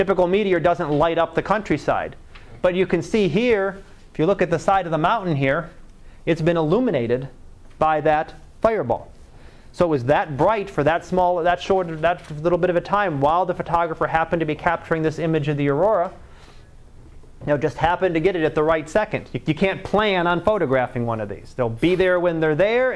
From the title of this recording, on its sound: Live Class Lecture